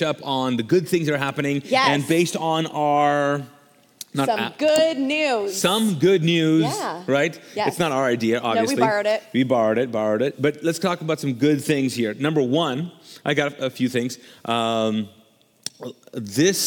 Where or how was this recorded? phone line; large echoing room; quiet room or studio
large echoing room